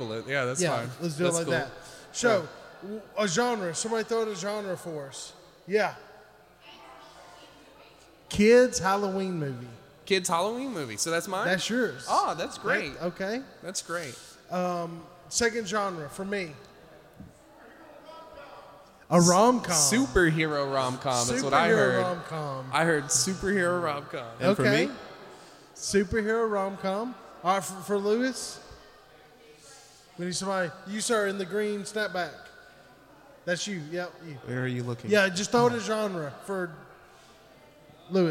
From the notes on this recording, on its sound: Live at Haywood Comic Con 2023. With the help of our live audience.